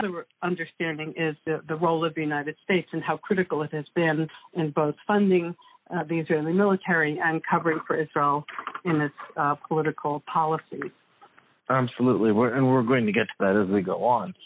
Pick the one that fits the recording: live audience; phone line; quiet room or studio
phone line